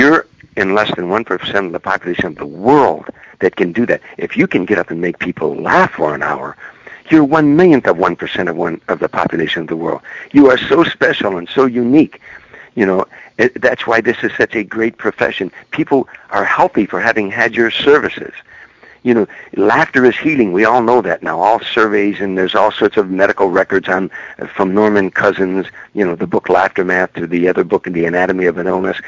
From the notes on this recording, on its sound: Called into the (Let's Be Frank Show).